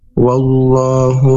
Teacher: makhrajnya di tenggorokan bagian dalam yaitu aqsal halq, diucapkan dengan hembusan napas dengan lembut